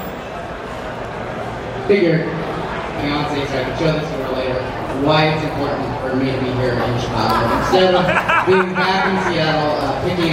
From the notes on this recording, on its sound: Today's episode is a sports card panel/Q&A I did in Chicago while I was at the National Sports Collectors Convention (NSCC).